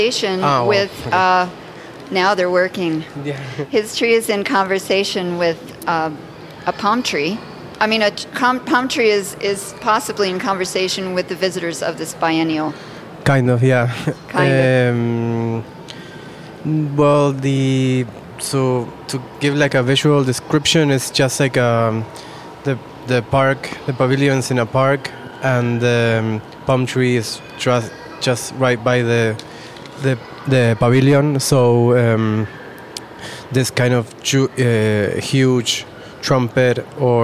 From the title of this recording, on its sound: Live from São Paulo Biennial